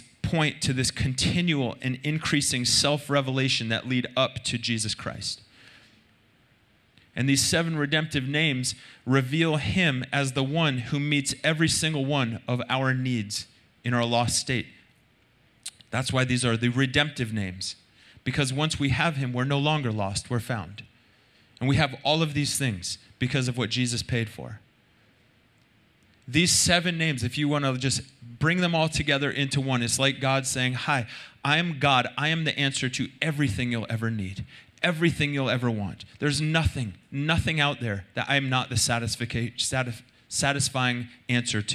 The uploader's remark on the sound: Recorded Sunday Night Service at Reunion Hawaii